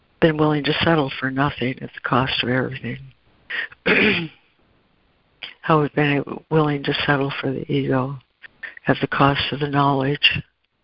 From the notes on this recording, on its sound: ACIM Daily Conference Call